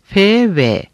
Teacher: Diş dudak konsonantları F, V. Bunlar alt dudağın üst ön dişlere teması ile teşekkül eden konsonantlardır.